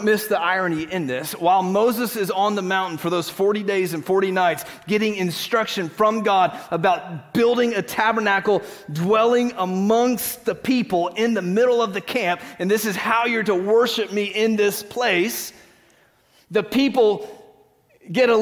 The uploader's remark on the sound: Green Hill Church Live - Second Service.